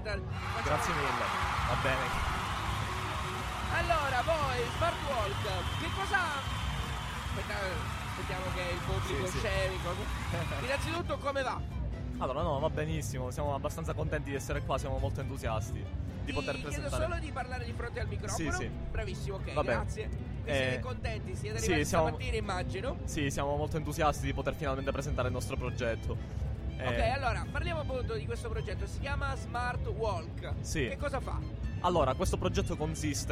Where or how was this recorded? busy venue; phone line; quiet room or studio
busy venue